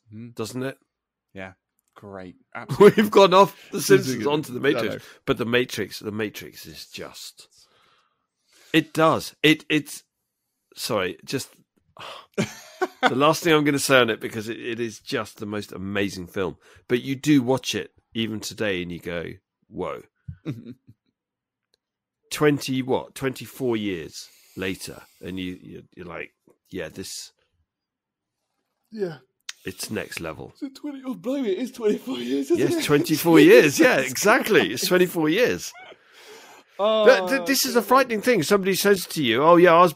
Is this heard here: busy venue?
no